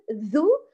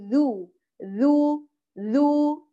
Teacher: يعني لا هواء فيه، نعم يجري الصوت لكن لا تجري النفس، لا تجري هواء، أجري الصوت فقط · Shown in: second take · Term: مجهور